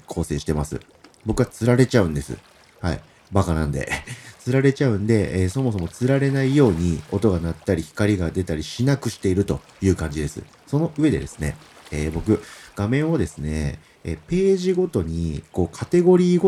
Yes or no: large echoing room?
no